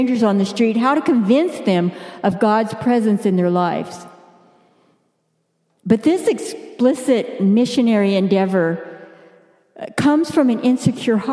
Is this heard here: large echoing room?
yes